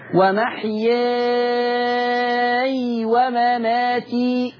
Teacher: اسكن الياء ما خلاش تتحرك مني لانه مد لازم